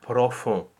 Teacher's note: the first one being open and the second one being closed, because as we know, O nasal is a closed O with a little bit of nasality